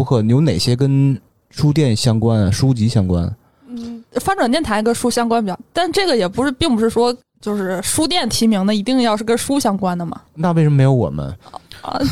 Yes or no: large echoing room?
no